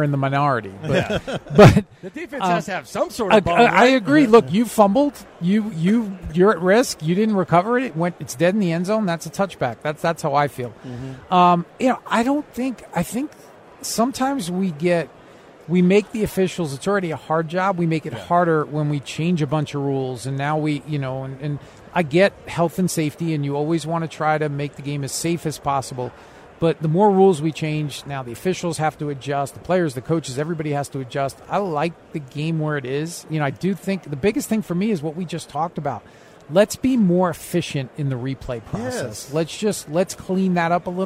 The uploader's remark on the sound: Joins The Show LIVE At Radio Row.